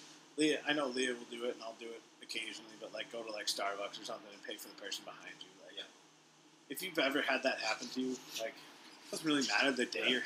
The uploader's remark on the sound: This episode is brought to you by the giant thunderstorm that rolled through, no idea where and when recordings started and stopped